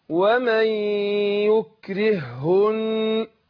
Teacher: فيها هاءين لكن احنا بننطق هاء واحدة مشددة · Term: ادغام مثلين صغير